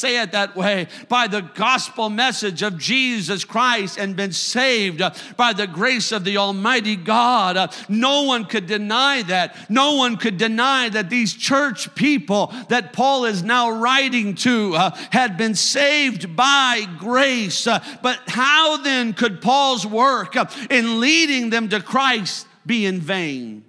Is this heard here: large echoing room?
yes